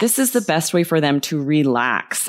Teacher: The tone doesn't sound serious if you do that. You want your intonation to go down. · And you hear how my voice goes down.